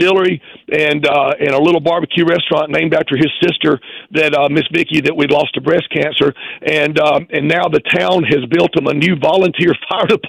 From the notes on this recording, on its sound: called in to the Cat Named Mo Rock Show